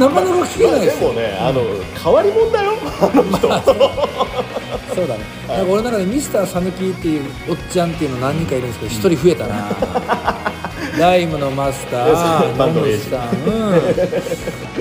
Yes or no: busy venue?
yes